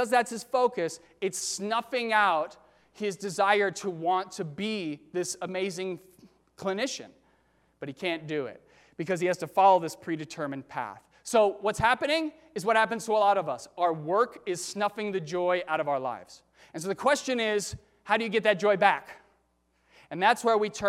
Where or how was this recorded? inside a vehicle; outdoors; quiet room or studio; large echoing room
large echoing room